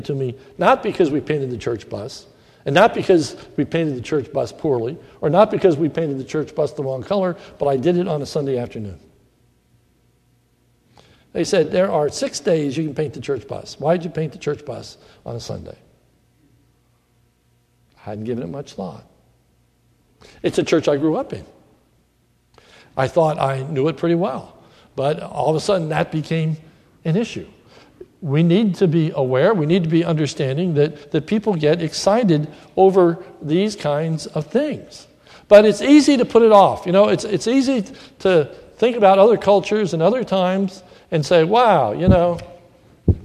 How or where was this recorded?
large echoing room